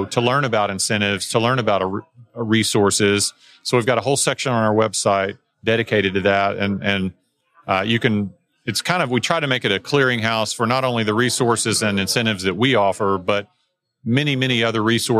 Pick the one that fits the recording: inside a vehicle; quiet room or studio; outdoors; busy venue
busy venue